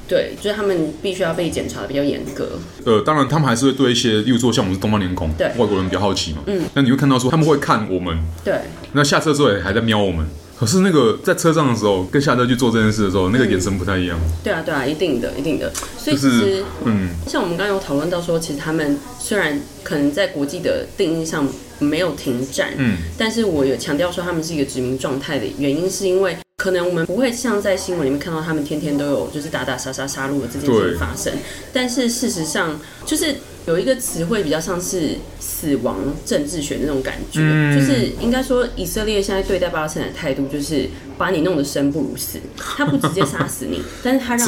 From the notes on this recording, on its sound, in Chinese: 本集白噪音指數：蚊風級 1/5。帶著老公及小女兒親臨錄音現場。錄音地點： The Gathering Cafe 齊客咖啡。